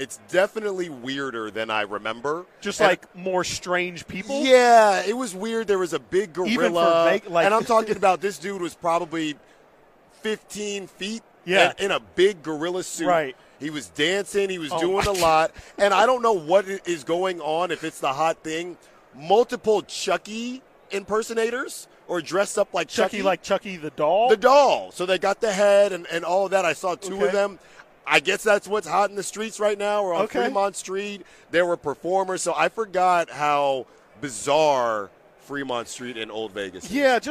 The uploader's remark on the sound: RADIO ROW FRIDAY continues LIVE from Las Vegas!